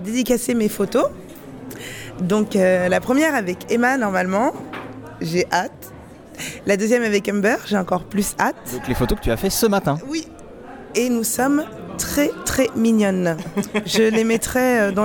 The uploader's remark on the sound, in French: Podcast complètement exceptionnel car enregistré à l'occasion de la convention Clouds Con Slay the vampire 5.